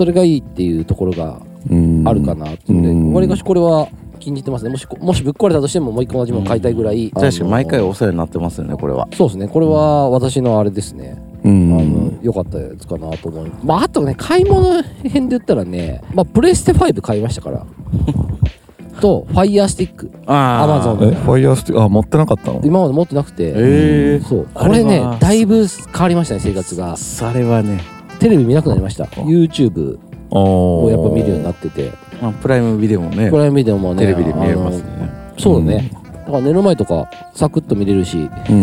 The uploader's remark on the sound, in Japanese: 収録場所 宝船温泉ファミリーキャンプ場。深夜収録。収録場所 宝船温泉ファミリーキャンプ場 滋賀県。ショートトークでつないで収録。